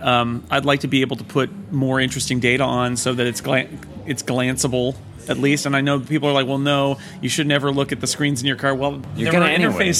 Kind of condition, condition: setting, busy venue